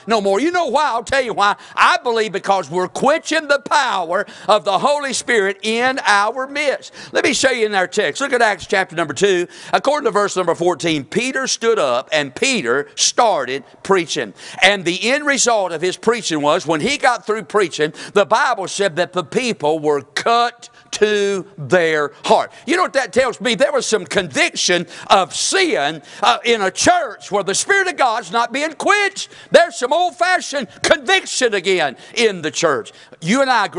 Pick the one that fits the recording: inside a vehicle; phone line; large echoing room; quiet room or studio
large echoing room